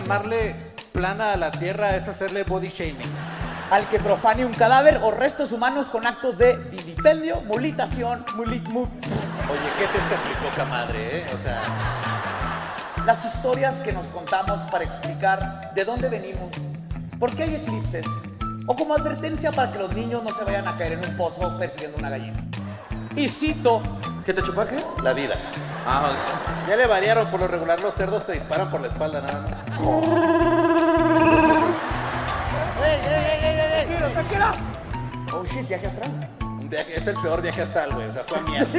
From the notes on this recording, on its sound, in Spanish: en vivo desde el Teatro Metropolitan